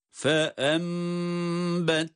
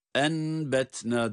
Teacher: Bakınız burada nun, cezimli nun, ba harfi ile birlikte geldiği için burada nun ihfa ile değil, ba kendisinden sonra gelmesi itibariyle iklab oluyor. Yani nun mime dönüşüyor. · Shown in: first take